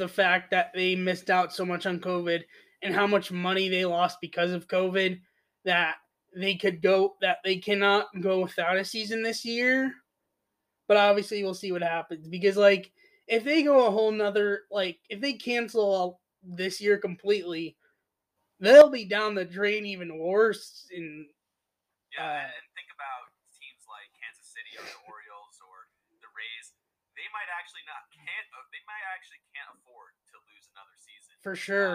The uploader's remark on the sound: Srry for the cutouts the recording cut out multiple times during episode.